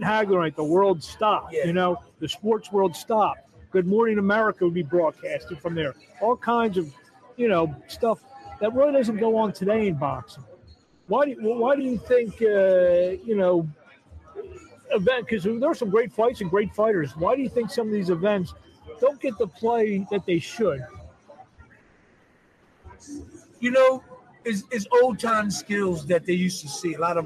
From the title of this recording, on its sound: LIVE FROM ATLANTIC CITY BOXING HALL OF FAME